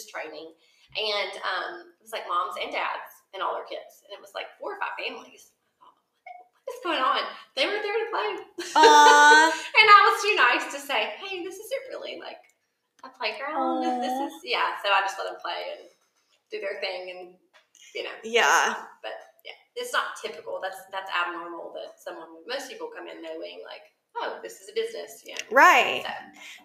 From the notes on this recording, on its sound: Disclaimer* every now and then technology gets the best of us. Unfortunately the sound quality of this episode is a bit uneven.